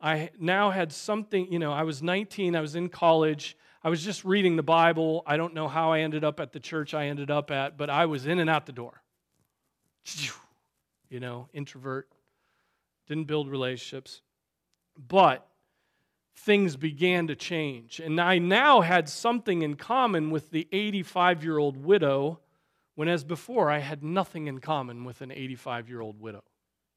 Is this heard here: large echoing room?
yes